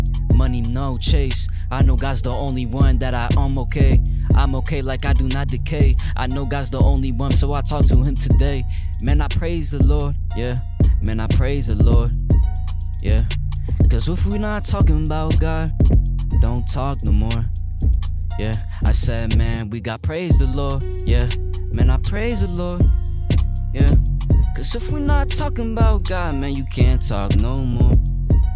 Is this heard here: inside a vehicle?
yes